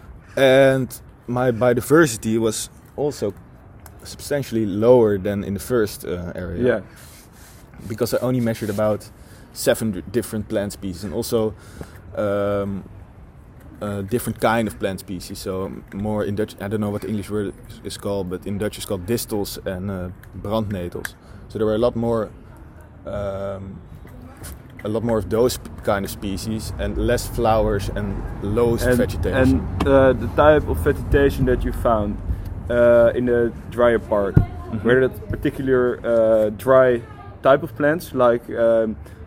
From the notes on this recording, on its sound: we did this outside, so you might hear cars passing